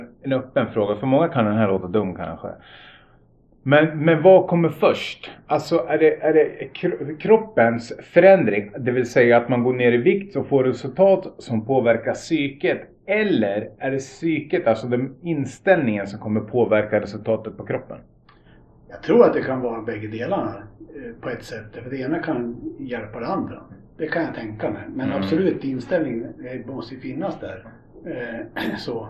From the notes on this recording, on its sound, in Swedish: Vi ber om ursäkt för ljudet i detta avsnitt då vi hade lite tekniska problem under inspelningen.